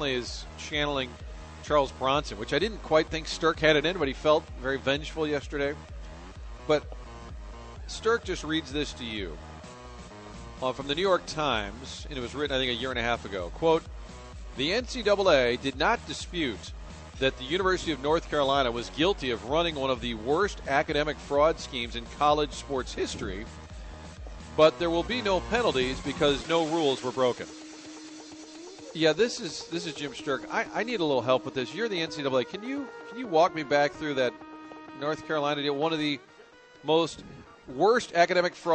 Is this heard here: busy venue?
yes